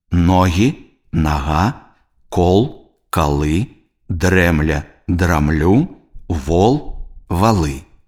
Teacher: Супадзенне ў вымаўленні галосных О, Э пасля цвёрдых і зацвярдзелых зычных з галосным А, калі з іх сыходзіць націск. · Term: аканне